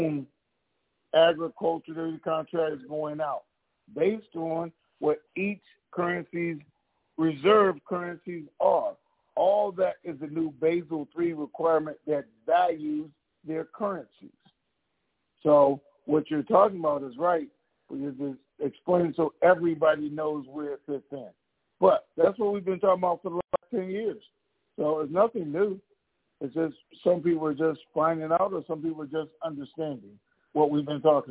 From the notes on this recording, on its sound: TNTSuperfantastic Conference Call